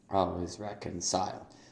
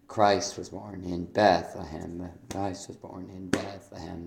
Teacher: Bethlehem there is fine, because it has the accent in the right place, but reconciled it doesn't work. · Shown in: second take